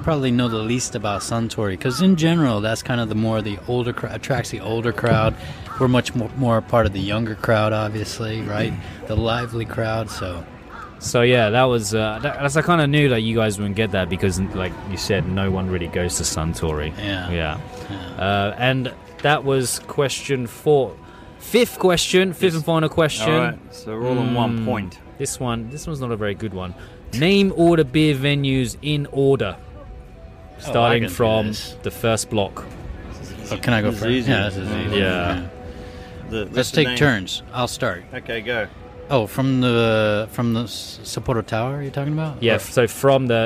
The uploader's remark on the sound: recording at the Beer Garden in Odori Park, which is in the middle of Sapporo City, along with a couple of friends who came to show their support